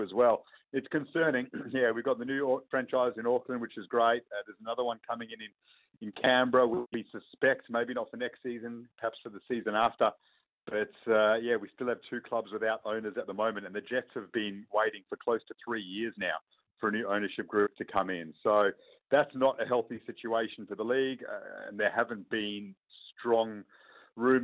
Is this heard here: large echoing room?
no